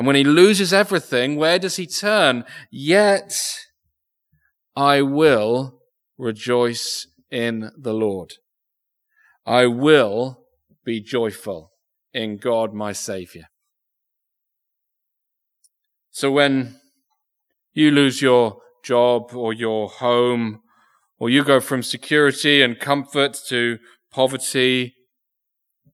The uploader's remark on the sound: Recorded Live Sermon from Binscombe Church (BWS).